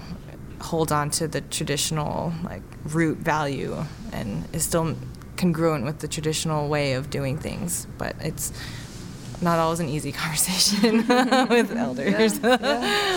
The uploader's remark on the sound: In the quiet corner of an urban hotel. At the 2018 Native American and Indigenous Studies Association (NAISA) Annual Conference in Los Angeles.